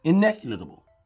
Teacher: You just put all the emphasis on I.